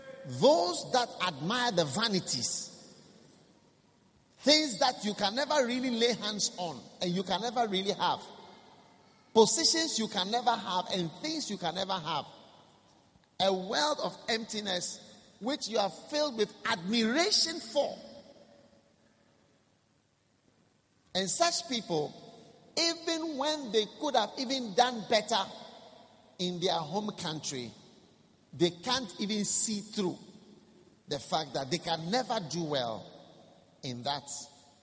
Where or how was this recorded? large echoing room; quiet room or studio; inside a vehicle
large echoing room